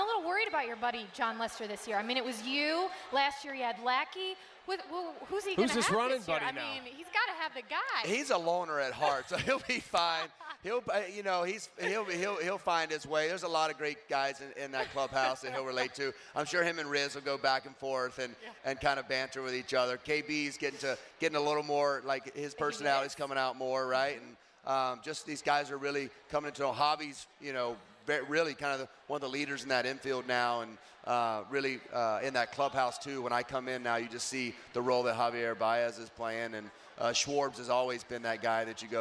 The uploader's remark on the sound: Live at the 2018 Cubs Convention